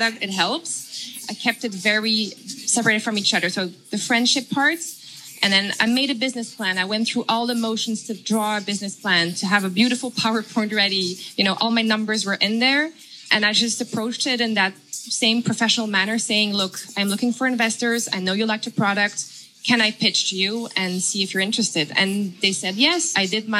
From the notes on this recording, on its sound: Live conversation recorded at Boutiques Fair Singapore.